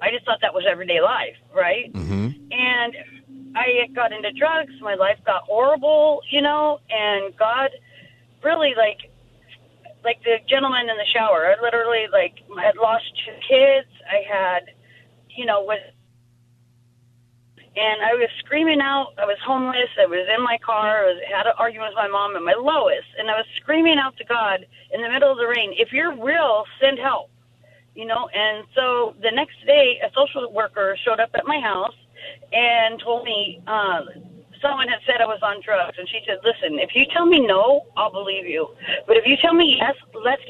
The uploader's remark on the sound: Open Phone Friday. Takes listeners calls on any topic.